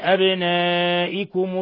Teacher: ولا يخفى قلقلة الباء الساكنة من أبنائكم